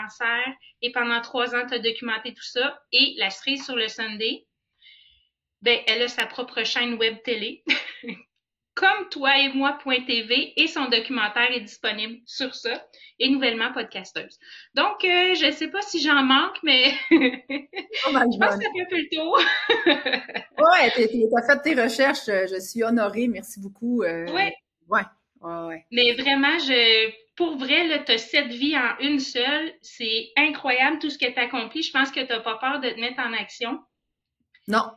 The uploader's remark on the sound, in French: Nous avons eu plusieurs problèmes techniques lors de l'enregistrement et un orage par-dessus le marché. Je m'excuse pour la qualité du son de cet épisode. Alors, j'ai décidé de laisser la trame de son au naturel.